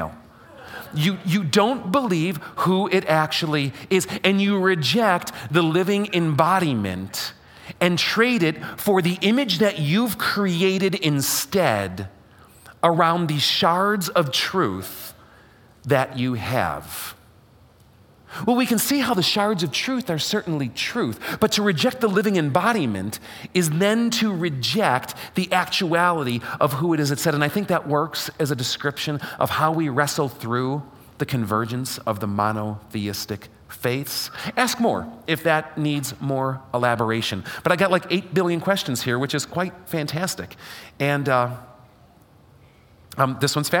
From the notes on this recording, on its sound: LIVE during Fellowship of Faith's Sunday morning worship service